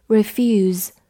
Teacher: s e 读作浊辅音 z · IPA: [rɪˈfjuːz]